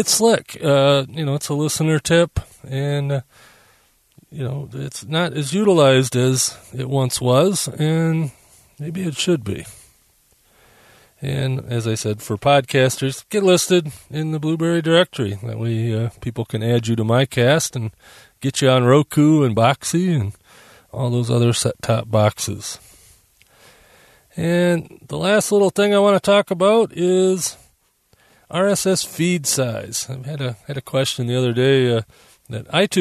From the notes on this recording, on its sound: As we called it “back in the day”, live to the hard drive. In fact, I’m recording from my mobile studio (my van) using the mobile setup.